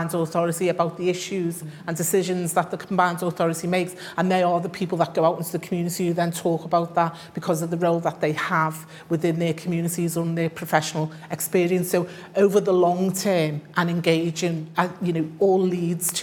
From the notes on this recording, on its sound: This event was part of the IfG and Bennett Institute's joint conference on the Future of the UK Constitution.